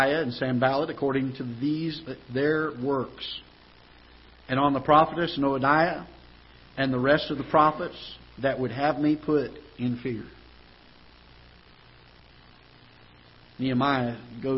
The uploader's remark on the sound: Ketha Heights Baptist Church ~ Live Broadcast